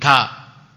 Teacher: Berkenaan dengan bibir seperti yang berhubungan dengan ujung gigi yang nanti mengeluarkan huruf itu juga lidah, ujung lidah yang bertemu dengan tarfus tanayal ulya